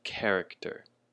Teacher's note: with the emphasis on the first syllable, the ke, character.